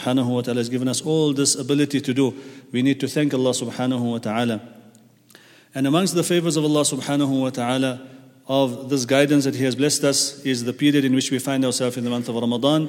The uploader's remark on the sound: at the Houghton Masjid (West Street)